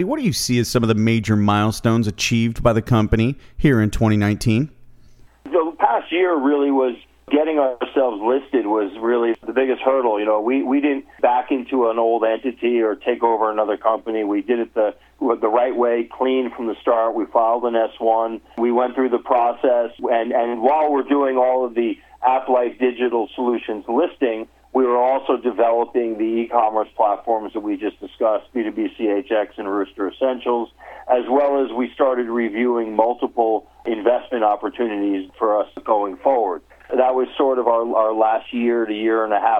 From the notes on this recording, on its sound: called in to SmallCapVoice.